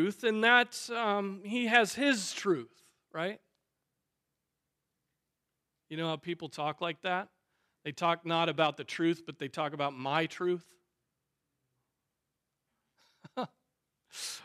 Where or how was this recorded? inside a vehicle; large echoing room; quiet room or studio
large echoing room